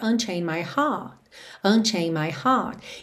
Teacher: aquele R que vem depois de uma vogal ser a ideia dessa vogal alongada ao invés do R enrolado. Então, logo no título da música …, esse R não enrola e fica ….